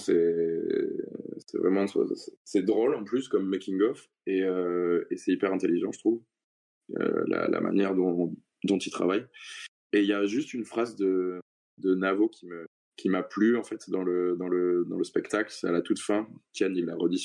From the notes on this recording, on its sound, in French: Je n'ai malheureusement pas beaucoup réglé les problèmes de son. A vrai dire vous entendrez que c'est parfois pire, étant donné les enregistrements en plusieurs parties, le changement de matériel...